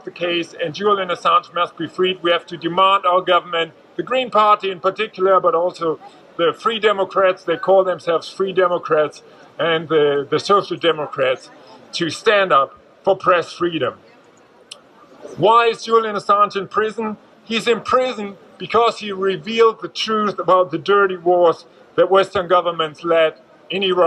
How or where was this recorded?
outdoors